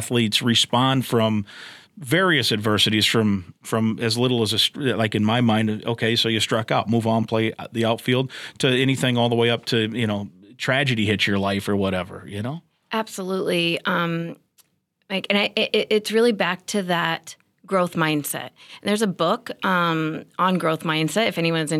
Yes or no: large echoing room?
no